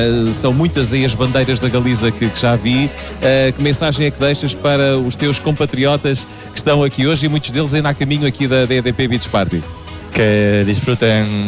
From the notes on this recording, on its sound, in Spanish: Entrevista realizada por Radio Nova Era durante el primer día de festival